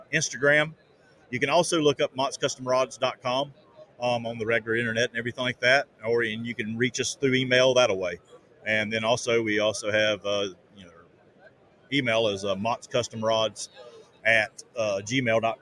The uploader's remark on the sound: Live From ICast- Mots Custom Rods & Reels.